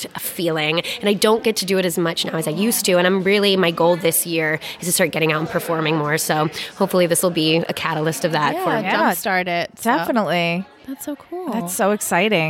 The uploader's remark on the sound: LIVE FROM TRIC